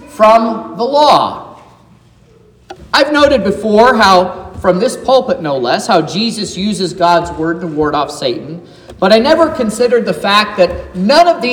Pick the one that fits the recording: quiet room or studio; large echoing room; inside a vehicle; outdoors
large echoing room